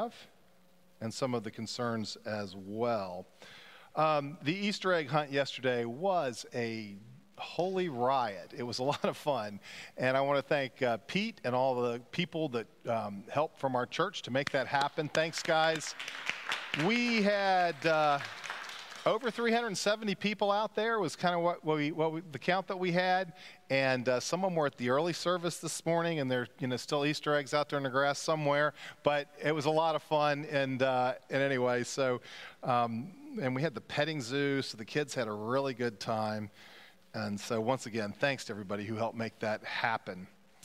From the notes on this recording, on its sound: Pender UMC Contemporary Worship Easter Sunday April 9, 2023 at 11:15 am